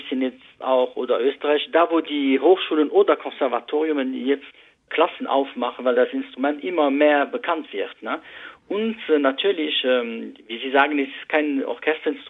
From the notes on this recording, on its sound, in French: l'interview téléphonique